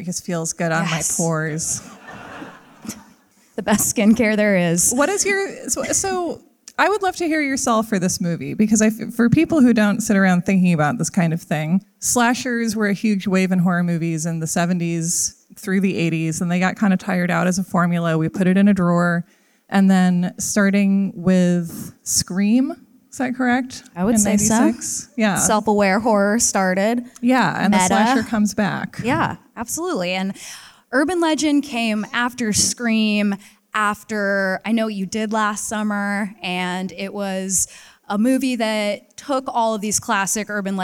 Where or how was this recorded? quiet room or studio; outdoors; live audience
live audience